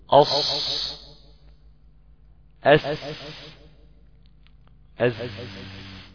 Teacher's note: تخرج مع طرف اللسان مع ما بين الثنايا العليا والسفلى بين البنين، لهو لا في الثنايا العليا ولا في الثنايا السفلى، ولكنها إلى الثنايا السفلى أقرب. · Term: حرف الصاد والسين والزاي